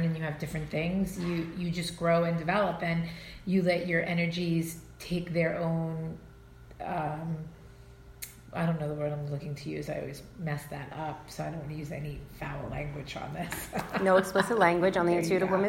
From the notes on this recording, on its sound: Live from The Intuitive Woman Retreat.